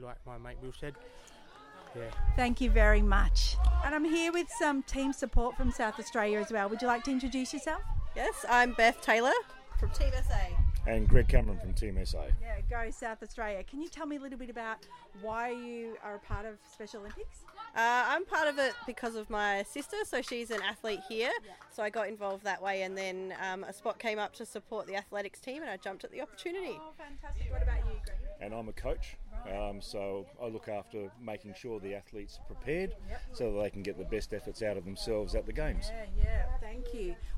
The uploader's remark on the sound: Reports from Launceston, Tasmania, at the week-long national sporting competition for athletes with intellectual disabilities. With 750 athletes from all over Australia competing across 10 different sports, 600 volunteers and staff plus family, friends, support workers.